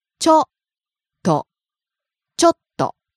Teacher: Falls after the first syllable, stays low.